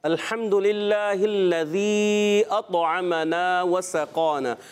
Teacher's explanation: ذال، زا نہیں پڑھیں گے، سیٹی نہیں